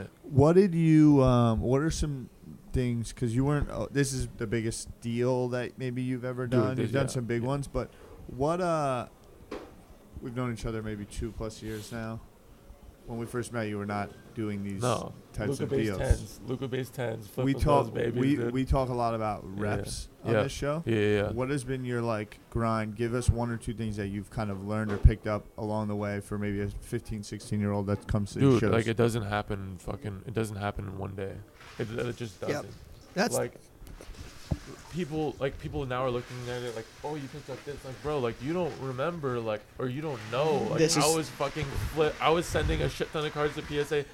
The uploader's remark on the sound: Live From The Dallas Card Show